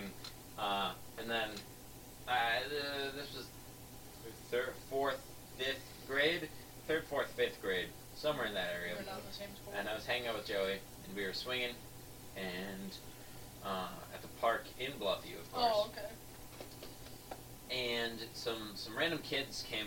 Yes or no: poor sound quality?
yes